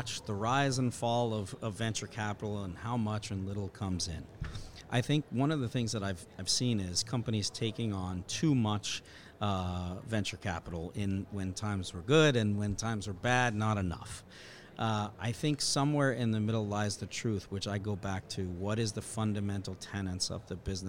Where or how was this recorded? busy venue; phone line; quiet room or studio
busy venue